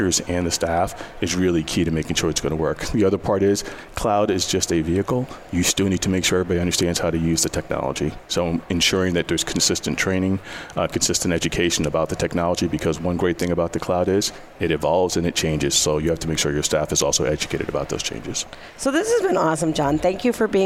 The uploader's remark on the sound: Day 2 LIVE: AICPA ENGAGE